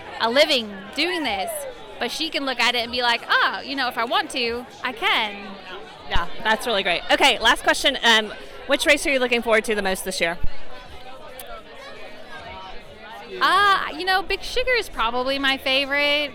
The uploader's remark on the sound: coming to us live from the Sea Otter Classic in Monterey, California